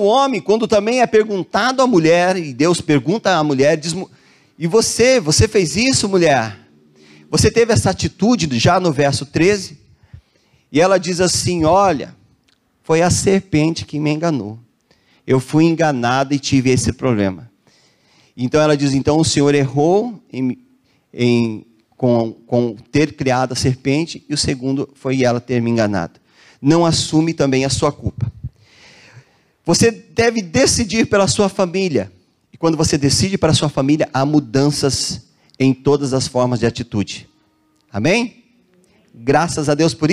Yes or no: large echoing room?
yes